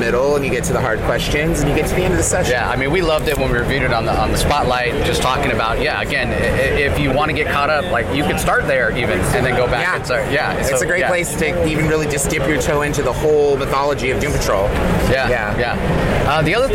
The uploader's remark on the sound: LIVE from SDCC '23.